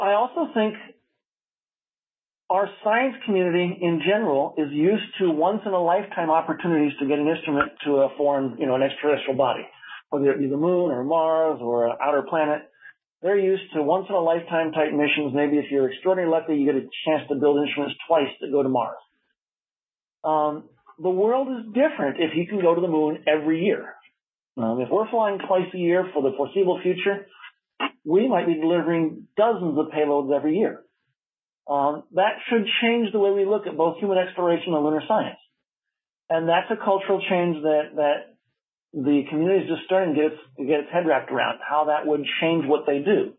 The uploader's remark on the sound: a guest at the weekly Future in Space Operations teleconference